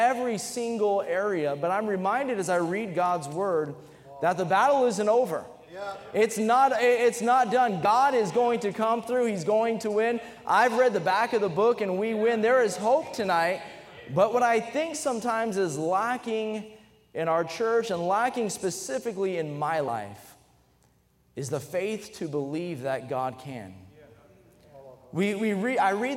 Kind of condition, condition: setting, large echoing room